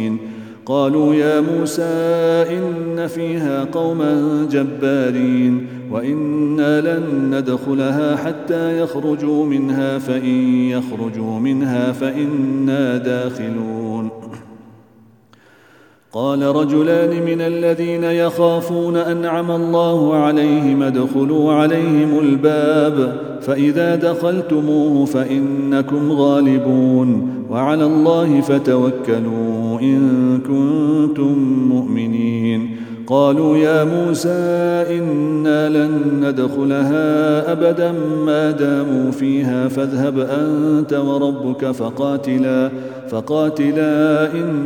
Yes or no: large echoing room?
yes